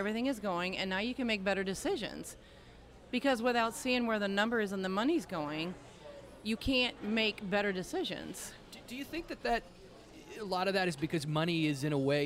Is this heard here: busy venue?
yes